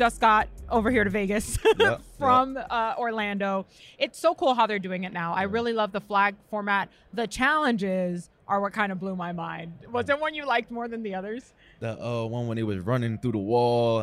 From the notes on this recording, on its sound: live from Radio Row in Vegas!